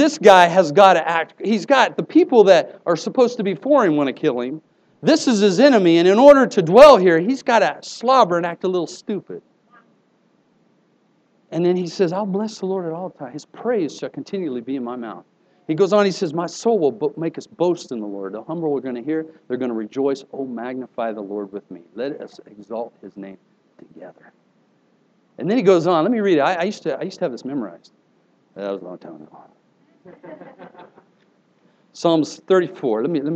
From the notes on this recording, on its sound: Here is an older message I preached at a church service on Praise.